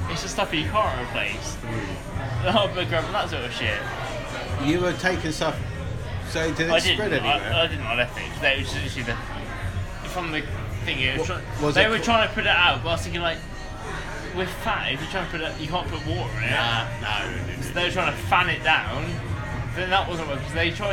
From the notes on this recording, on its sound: We record in the pub this episode as it’s far too cold outside,so please excuse the background noise.